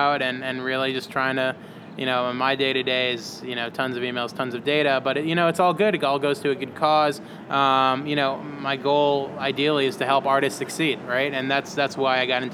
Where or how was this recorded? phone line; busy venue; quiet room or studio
busy venue